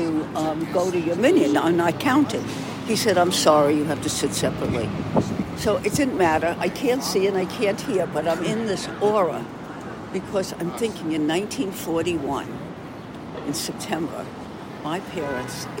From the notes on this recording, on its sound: In the Uber. Recorded this conversation with her grandmother. For a college class.